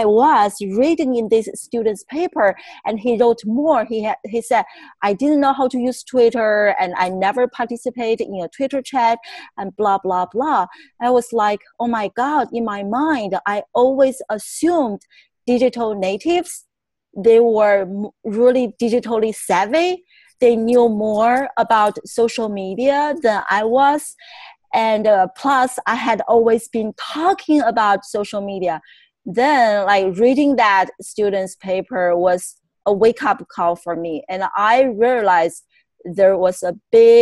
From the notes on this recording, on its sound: On this episode, I Zoom